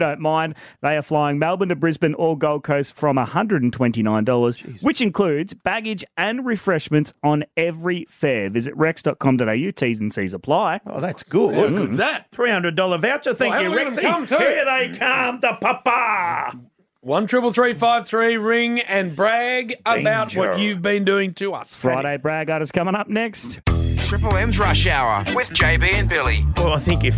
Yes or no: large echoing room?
no